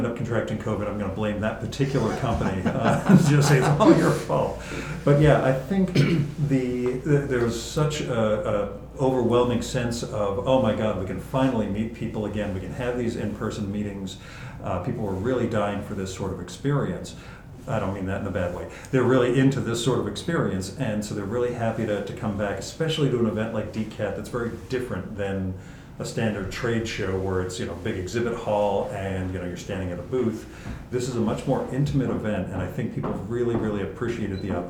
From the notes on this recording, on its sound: Equipped with only a laptop and a microphone, he hit the event space in style